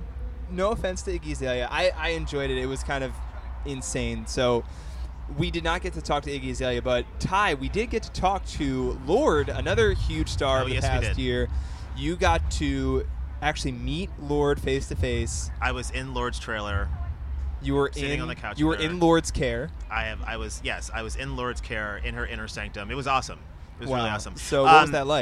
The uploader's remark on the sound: hosts live from Lollapalooza 2014 alongside Billboard